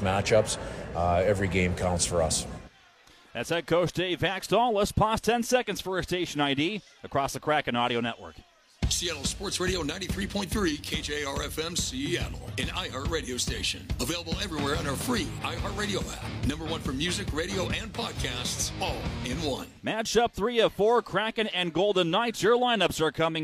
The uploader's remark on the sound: Opening remarks from the booth. Anchors from 32 Bar and Grill.